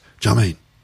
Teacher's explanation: He will say, do you know what I mean, in just two syllables